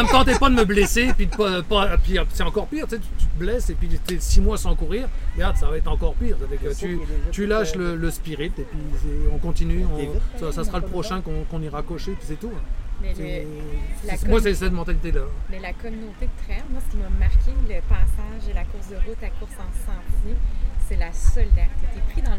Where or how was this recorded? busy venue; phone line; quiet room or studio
busy venue